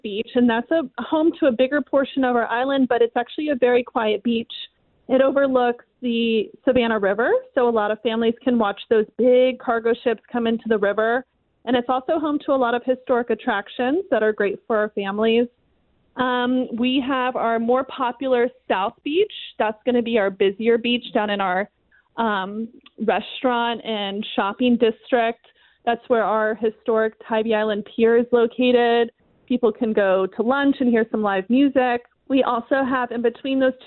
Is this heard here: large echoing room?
no